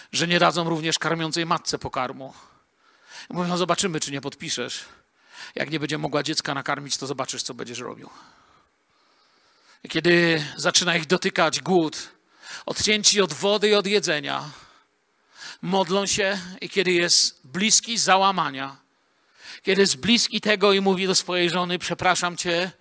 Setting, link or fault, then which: setting, large echoing room